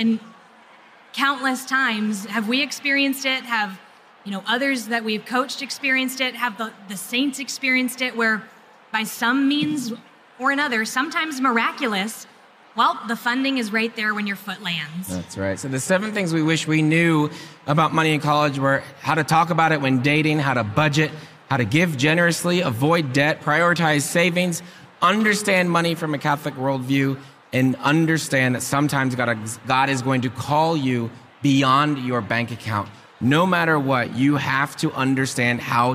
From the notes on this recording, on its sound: Recorded LIVE at SEEK 24.